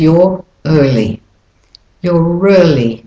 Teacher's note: You're early, and that's a linking R